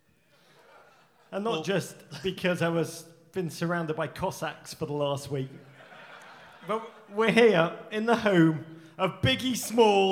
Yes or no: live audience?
yes